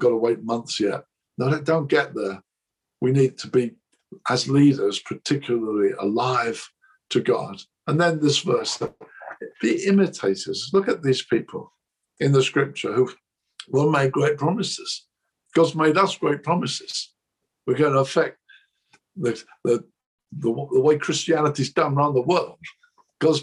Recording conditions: video call